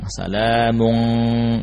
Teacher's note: Jadi suaranya di lidah bagian pangkal. Yang awalnya di ujung lidah, salamun, berpindah ke belakang, salamun, ya, mendekati makhraj huruf qaf. · Term: Ikhfa